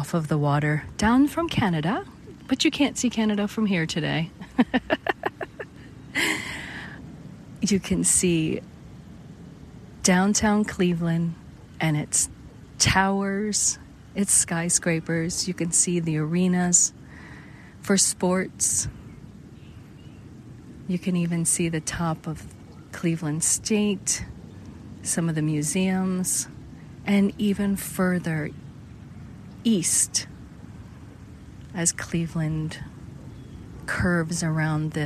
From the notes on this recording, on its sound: LIVE from Edgewater Beach Park, Cleveland, Ohio. This is a special on location Walk and Talk of our Mindfulness Summer Tour 2022.